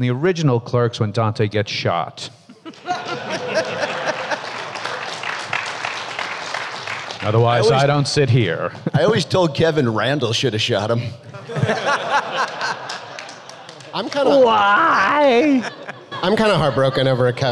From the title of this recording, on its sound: Reunion Panel from Rhode Island Comic Con 2021